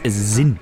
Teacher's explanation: Sinn übrigens mit weichem, stimmhaften S.